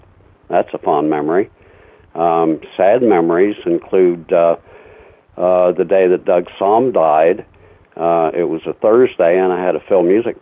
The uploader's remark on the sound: Apologies for the phone sound quality.